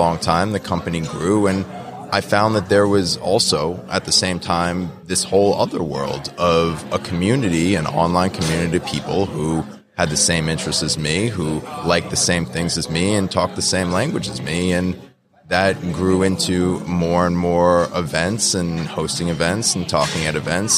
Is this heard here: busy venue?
yes